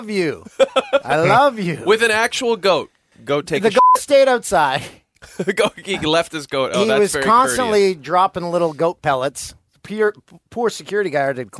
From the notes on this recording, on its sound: called in from the Hamptons